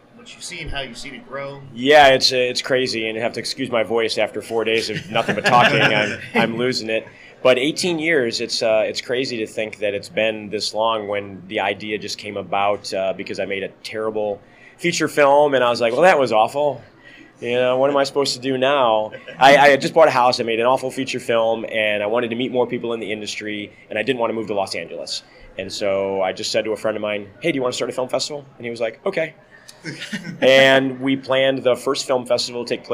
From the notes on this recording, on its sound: Sunscreen Film Festival 2023. Part 2 of episode 95 continues at the Sunscreen Film Festival!